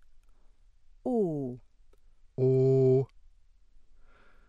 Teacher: Close mid back rounded, cardinal 7